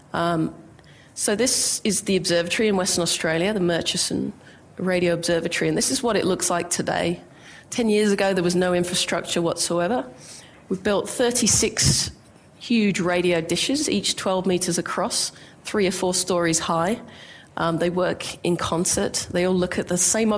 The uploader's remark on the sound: IFE Grand Challenge Lecture recorded at QUT on 6 September 2019